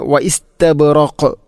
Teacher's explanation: വ ഇസ്തബ്റഖ് വഖഫ് ചെയ്യുമ്പോൾ ഖാഫിനെ ശരിക്കും എടുത്തു കാണിക്കണം, കാരണം അത് ഖൽഖലയുടെ അക്ഷരമാണ്, ഖുതുബുജദ് എന്ന ഈ അഞ്ച് അക്ഷരത്തിൽപ്പെട്ടതാണ്.